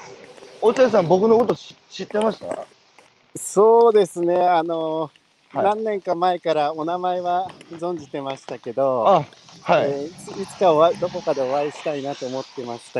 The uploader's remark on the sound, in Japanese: 歩きながら1時間、対談する